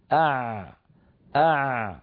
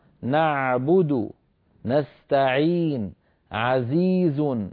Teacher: العين يا أخي الكريم تخرج من وسط الحلق عند لسان المزمار، عند لسان المزمار، وتكون برجوع لسان المزمار إلى الخلف · Term: حرف العين